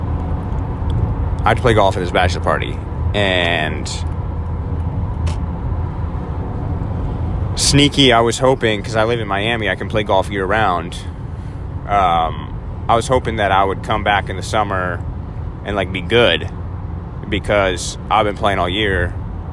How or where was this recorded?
inside a vehicle